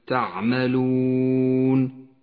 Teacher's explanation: وختام سورة هود مع المد العارض للسكون في كلمة تعملون. تمد الواو هنا حركتين أو أربعة أو ست حركات جوازا